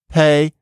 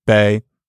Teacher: when you pronounce P, there's a tendency for the vowel after it to be pronounced on a slightly higher pitch than if you say B. So it's not like pay and bay, but statistically, something like pay versus bay, like that.